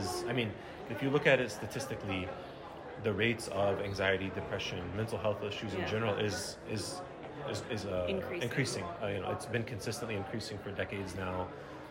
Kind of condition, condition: setting, live audience